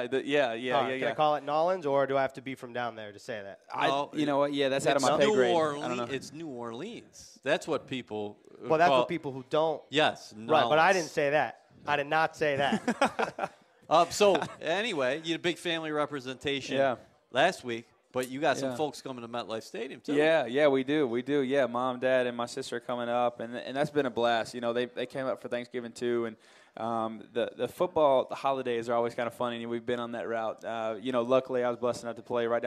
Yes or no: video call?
no